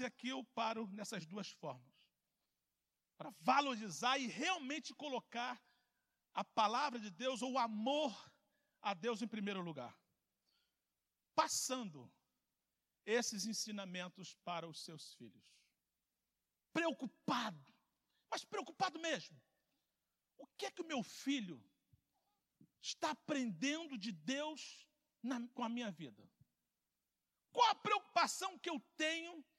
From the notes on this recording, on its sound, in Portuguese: CULTO AO VIVO